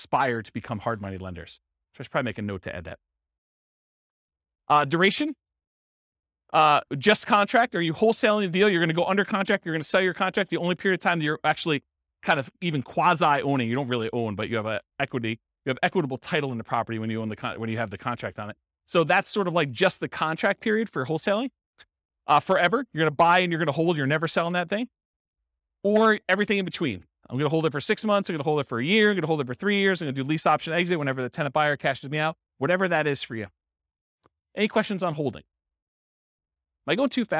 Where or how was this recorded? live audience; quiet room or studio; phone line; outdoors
live audience